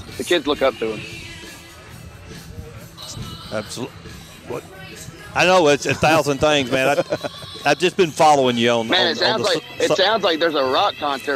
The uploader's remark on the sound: Live at Mud Volleyball for a Cure.